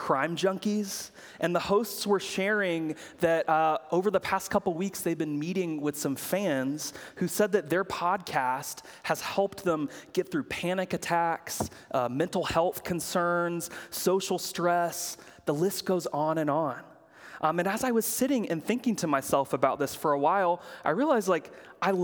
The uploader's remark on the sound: preached at Good Shepherd Oak Cliff